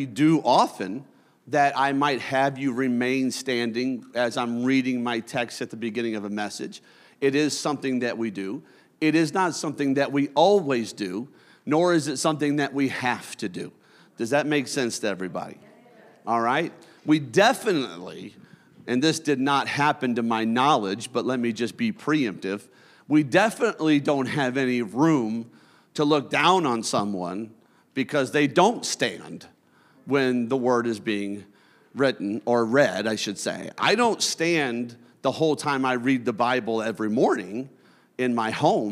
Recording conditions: large echoing room